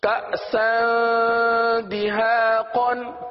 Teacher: اسی طرح کأسا دہاقن، یہاں پر سین پر دو زبر کی تنوین ہے، تنوین کے بعد دال حرف آ رہا ہے اور دال حروف اخفا میں سے ہے، لہذا تنوین پر اخفا کا قاعدہ ہوگا، یعنی غنہ کر کے پڑھیں گے